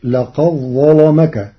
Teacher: بإدغام الدال في الظاء، فتصير لقد ظلمك مع تغليظ اللام لوقوعها بعد الظاء المفخمة